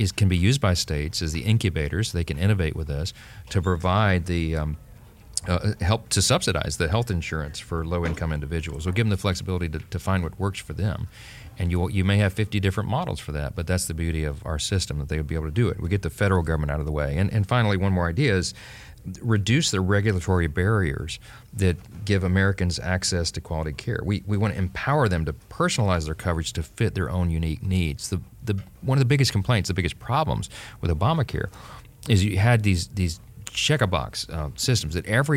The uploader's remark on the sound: a special edition of the podcast from President’s Club, an annual gathering of Heritage Foundation supporters in Washington